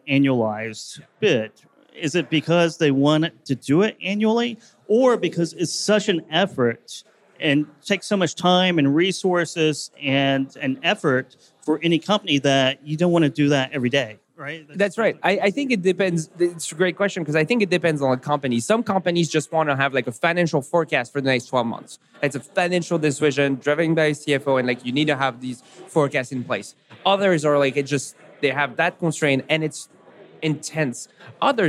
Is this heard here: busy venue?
yes